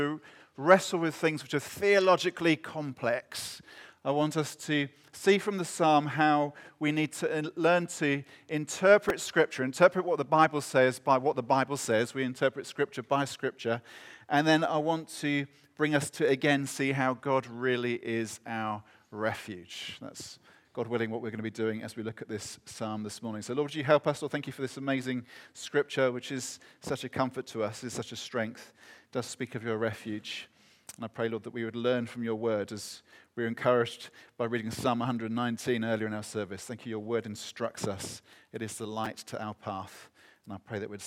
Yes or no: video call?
no